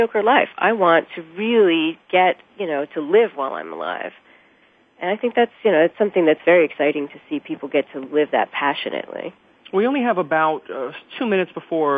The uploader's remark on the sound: It's time again to open the phone lines to you